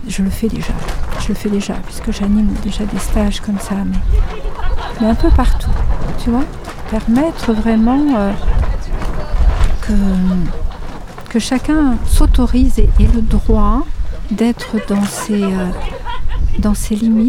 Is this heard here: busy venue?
yes